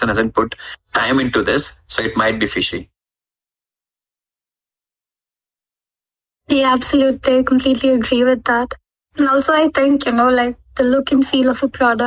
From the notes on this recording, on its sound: Recorded live on Shardeum Discord